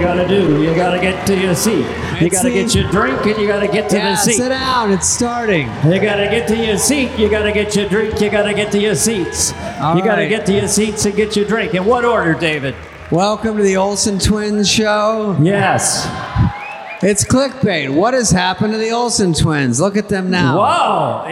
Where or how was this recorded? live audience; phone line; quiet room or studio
live audience